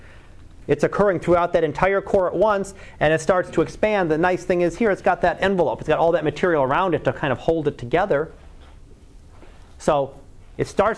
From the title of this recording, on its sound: Live Class Lecture